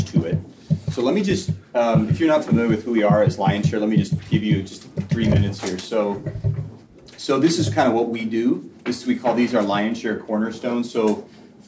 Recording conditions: busy venue